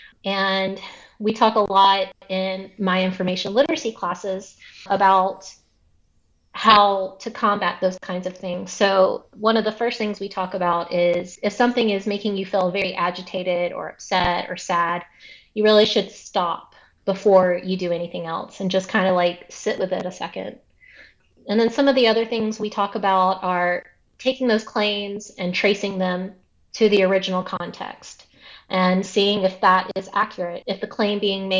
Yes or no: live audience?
no